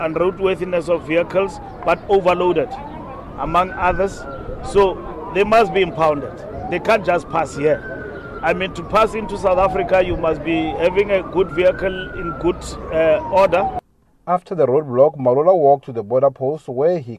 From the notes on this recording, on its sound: speaking during a media briefing at the weigh bridge on the N1 near the Beitbridge border post outside Musina in Limpopo